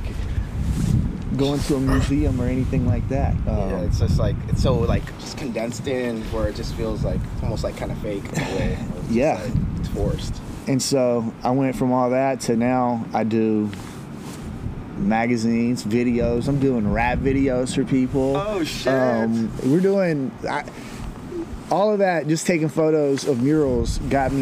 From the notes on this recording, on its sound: Sorry for the wind but that view though.